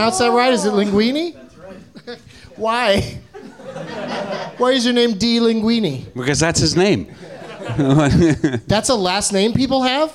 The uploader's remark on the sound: Live from the NerdMelt Showroom in Los Angeles